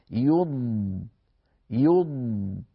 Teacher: الضاد الساكنة ليس لها ذيول، ليس لها أصوات زائدة في آخرها، هكذا ينتهي صوت هذا المقطع يض.